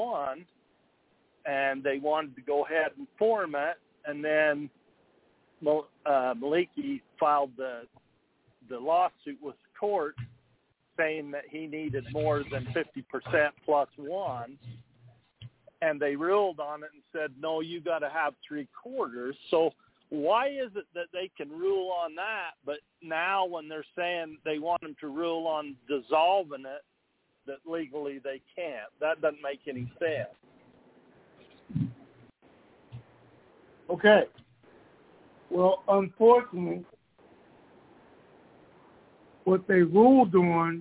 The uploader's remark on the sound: Conference Call